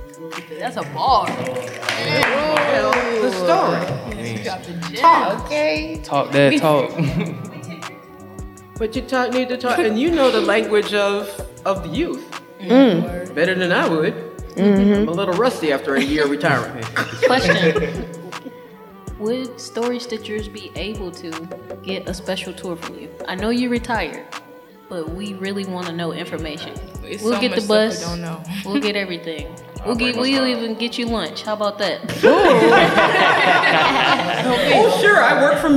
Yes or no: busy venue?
yes